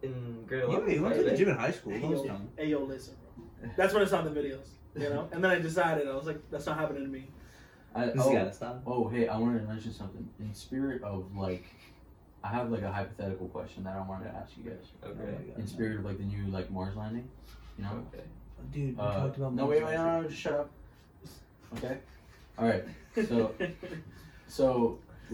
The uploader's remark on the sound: This episode is also known as the technical difficulties episode, our mic audio got deleted and the camera kept dropping.